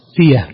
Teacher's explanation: حمزة يقف عليها بالياء يقلبها ياء خالصة